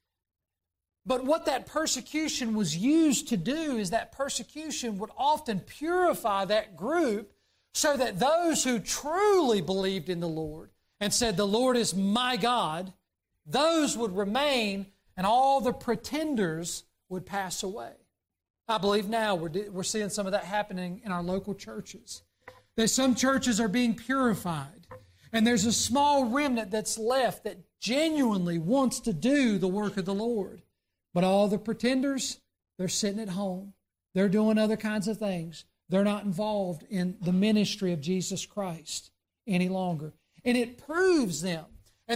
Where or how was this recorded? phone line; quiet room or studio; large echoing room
large echoing room